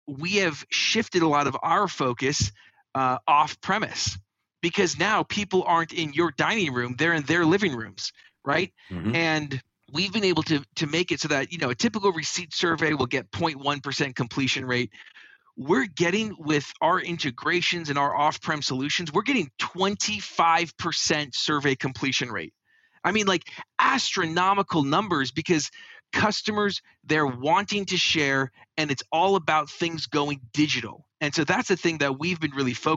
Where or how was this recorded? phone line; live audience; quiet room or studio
quiet room or studio